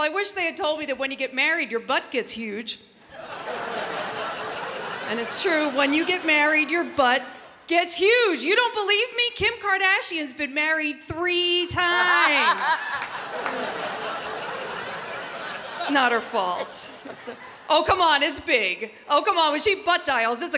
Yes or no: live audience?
yes